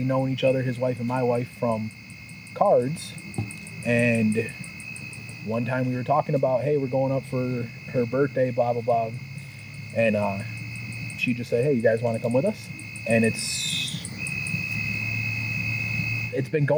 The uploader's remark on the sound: hanging out in the yard sitting by the fire and decided to record their conversation